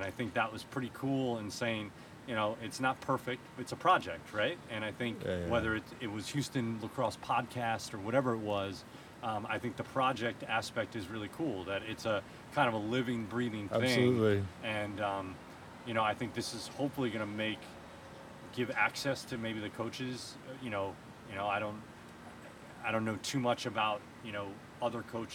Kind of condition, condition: setting, outdoors